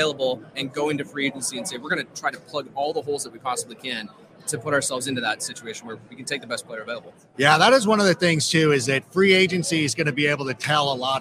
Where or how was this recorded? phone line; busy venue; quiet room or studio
busy venue